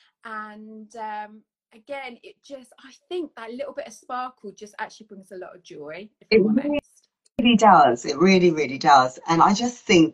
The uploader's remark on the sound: The chat is live so the audio will vary.